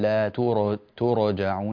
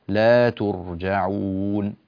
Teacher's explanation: عندما تأتي بالراء الساكنة لا تقلقلها · Shown in: second take